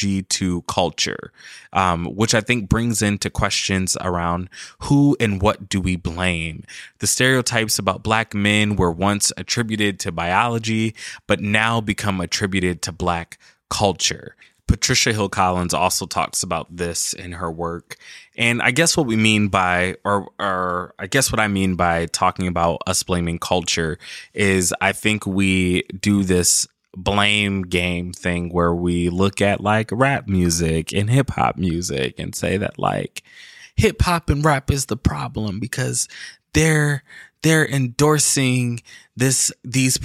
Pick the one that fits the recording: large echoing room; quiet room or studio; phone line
quiet room or studio